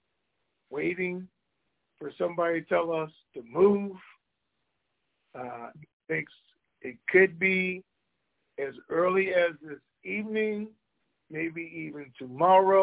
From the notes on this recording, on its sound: Conference Call